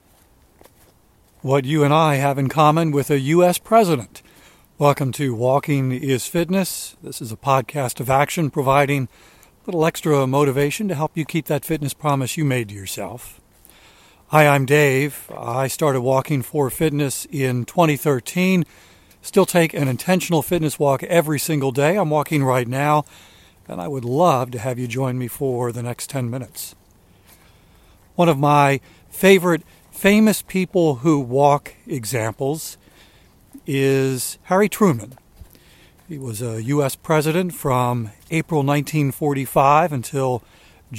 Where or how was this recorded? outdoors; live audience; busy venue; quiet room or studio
outdoors